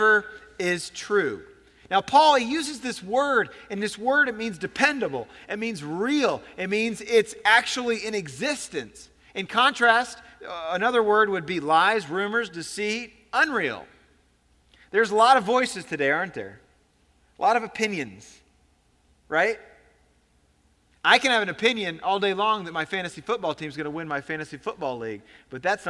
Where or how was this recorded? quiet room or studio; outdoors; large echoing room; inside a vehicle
large echoing room